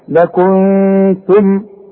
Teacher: نون بعدها التاء والتاء من حروف الاخفاء، يبقى هنا لازم حغن